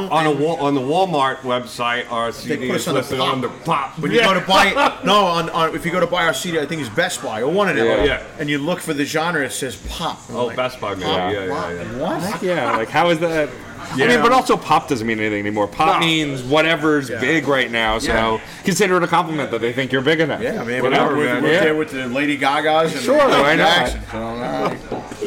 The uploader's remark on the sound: Recorded on December 3rd, 2017 on location at The Kingsland music venue in Brooklyn, NY. Grabbing a chance to speak with the band before playing The Kingsland.